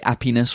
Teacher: the lack of H, the fact that French people don't pronounce the English H